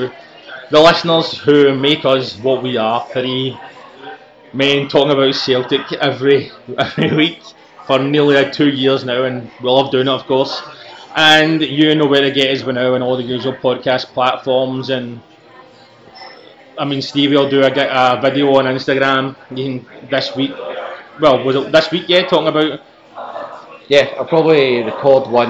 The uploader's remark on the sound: From a loud pub, which we could do nothing about